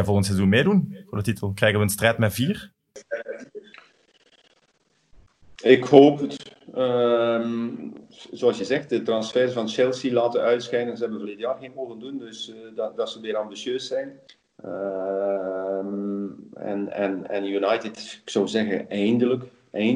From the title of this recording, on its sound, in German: Skypen